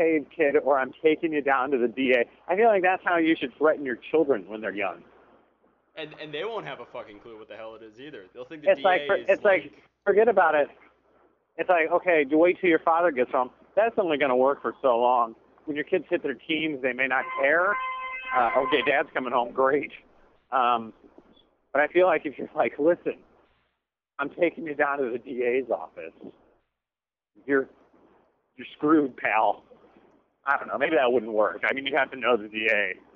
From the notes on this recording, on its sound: I'm walking home from work